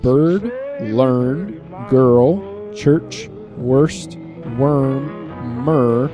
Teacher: some phoneticians analyze as having no vowels, only a syllabic consonant. Although they do have vowels because they're right there in the word.